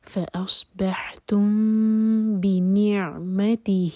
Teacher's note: یہاں پر میم کو ہولڈ کریں گے اور پھر با پڑھیں گے